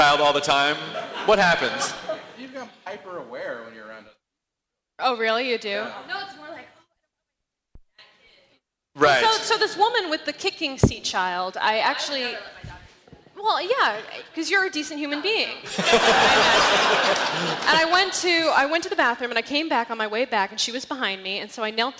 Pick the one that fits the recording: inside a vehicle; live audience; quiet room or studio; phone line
live audience